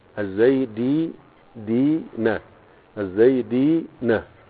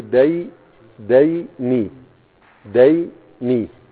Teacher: الدال مكسورة وبعدين ياء ساكنة وبعدين نون مفتوحة · Shown in: first take · Term: جمع